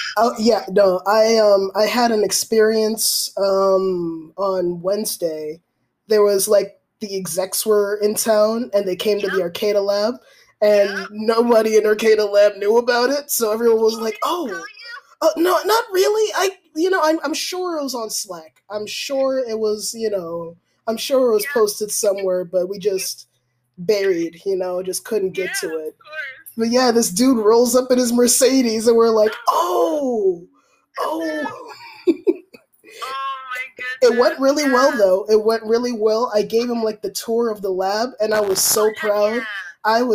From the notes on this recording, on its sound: We had some technical difficulties while recording. I did my best with editing.